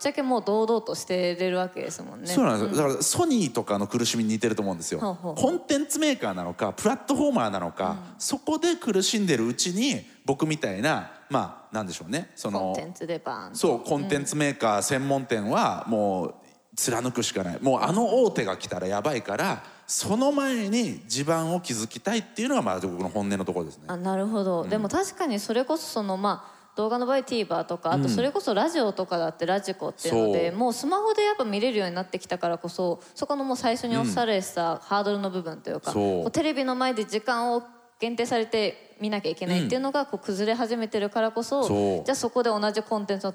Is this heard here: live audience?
yes